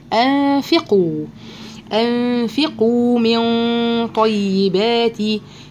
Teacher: يبقى الحكم هنا إخفاء حقيقي بغنة مرققة. أنفي وما أقولش أنفقوا في، لا، وأقول أنفي.